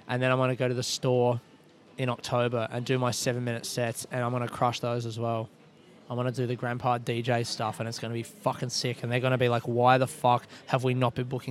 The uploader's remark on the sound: I recorded this episode of the podcast in Glasgow Airport while waiting for my flight to Paris.